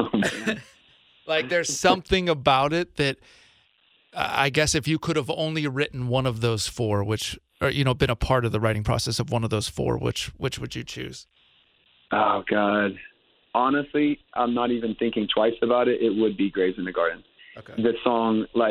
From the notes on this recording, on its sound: on his Batphone!